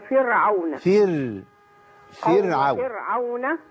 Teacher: يبقى الراي هنا مرققه على طول في كلمه فرعون